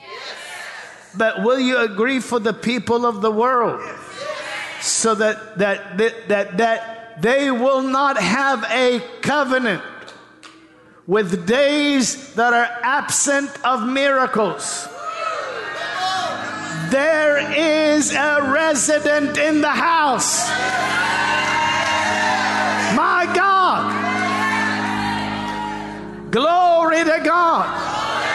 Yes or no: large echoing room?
yes